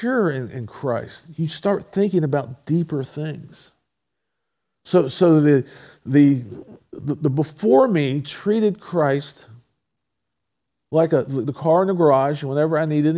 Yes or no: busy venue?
no